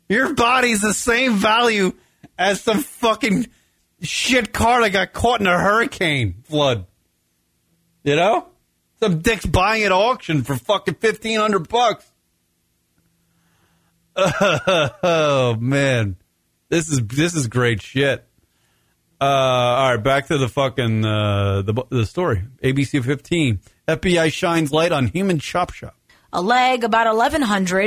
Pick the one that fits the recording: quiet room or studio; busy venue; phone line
phone line